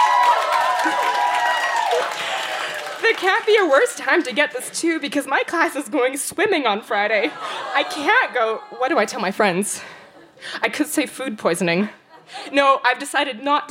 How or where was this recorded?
busy venue